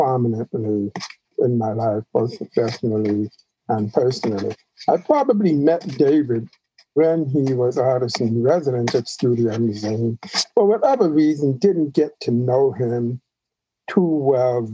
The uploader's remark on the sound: by Zoom